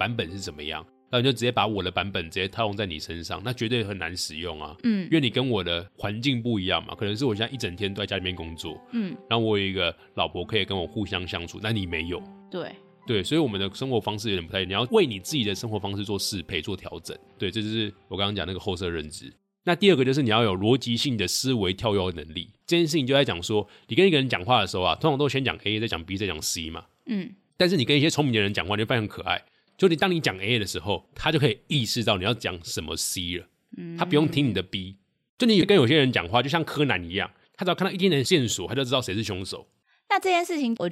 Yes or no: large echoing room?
no